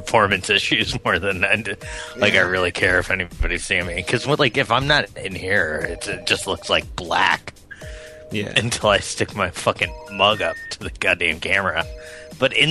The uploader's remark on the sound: Prank Phone Calls.